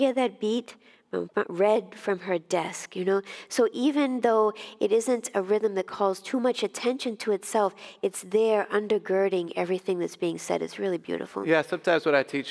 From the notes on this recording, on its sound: Our first live performance of the podcast. We met at Calvin University for its January Series. For a live audience.